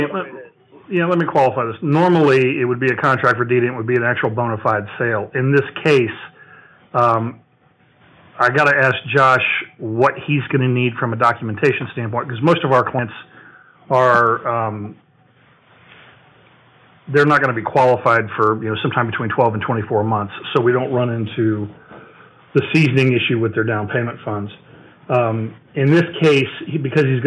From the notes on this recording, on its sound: Live Call.